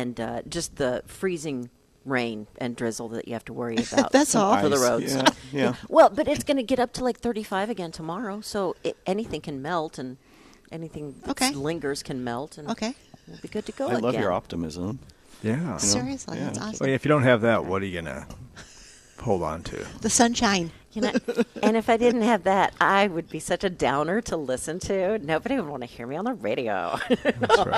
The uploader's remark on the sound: Live at Prairie Gardens